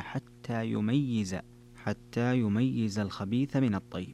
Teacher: قرأ حمزة والكسائي ويعقوب وخلف بتشديد الياء مع كسرها